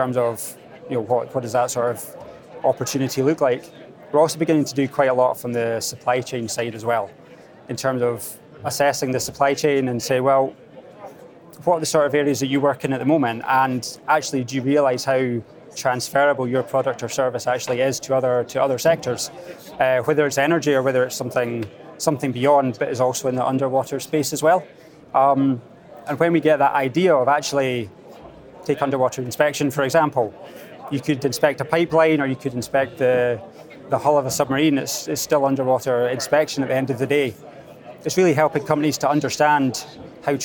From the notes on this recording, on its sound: Next up at the Energy Exports Conference